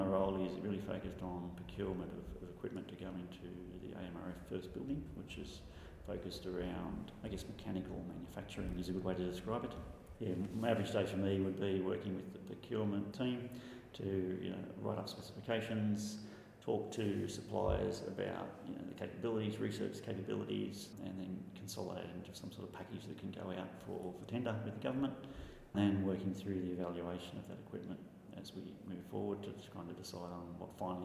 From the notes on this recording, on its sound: The episode was recorded on the second day of last week’s Modern Manufacturing Expo